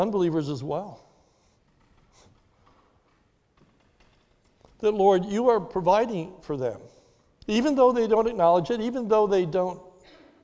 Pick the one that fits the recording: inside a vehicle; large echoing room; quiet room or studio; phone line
large echoing room